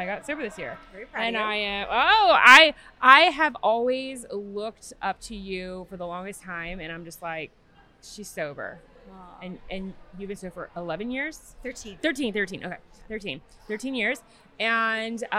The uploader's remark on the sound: Recorded in Atlantic City during the Great American Craft Expo.